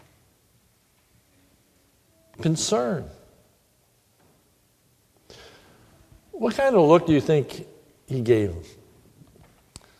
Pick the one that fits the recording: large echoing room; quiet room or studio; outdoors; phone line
large echoing room